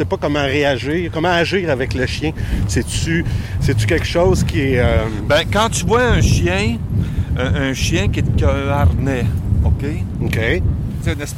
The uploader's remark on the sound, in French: Pour mon premier épisode en captation extérieure. Belle promenade avec la belle Chagal qui n'a pas encore un an !